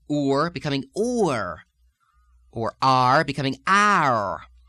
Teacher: You have the long sustained retroflexion of the tongue. In fact, the R duration is drawn out a bit